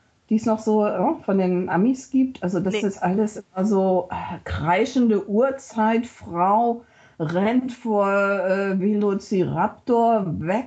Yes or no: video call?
yes